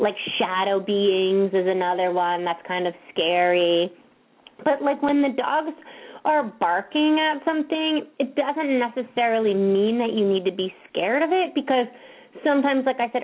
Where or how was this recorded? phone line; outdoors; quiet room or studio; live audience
phone line